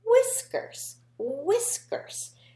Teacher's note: But you don't really hear that H. They work together and just make a W sound.